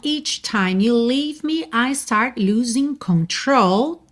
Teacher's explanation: Control, a sílaba tônica é mesmo a segunda